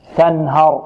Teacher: التاء مرققة والنون مرققة والهاء ماذا؟ مرققة، والراء ماذا؟ مفخمة، تنهر. البعض كذلك يفخم الهاء هنا لمجاراتها الراء مفخمة، يقول فلا تنهر، تنهر هاء، لا نرقق الهاء، فلا تنهر، تنهر، ونحذر من تقليل الفتحة، تنهر، نحذر من تقليل فتحة، تنهر، لا تنهر.